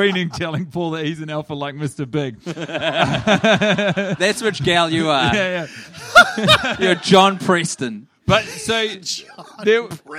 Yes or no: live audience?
yes